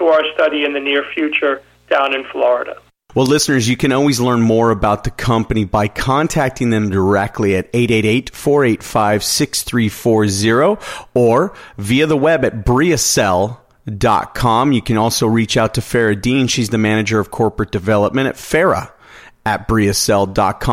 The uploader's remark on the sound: called in to SmallCapVoice.